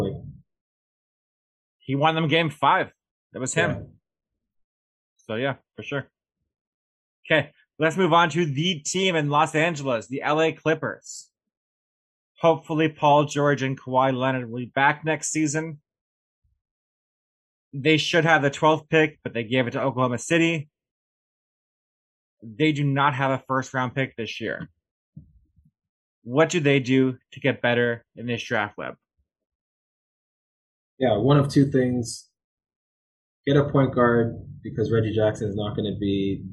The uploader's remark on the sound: We apologize if the sound quality is a bit off on this show. Its a heat wave and we unknowingly had an air conditioner on.